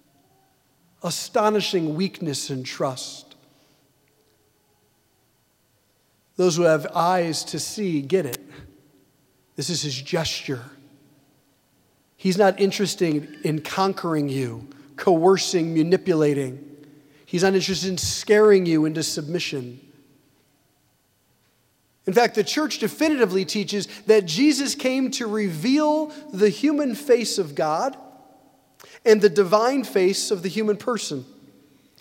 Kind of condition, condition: setting, large echoing room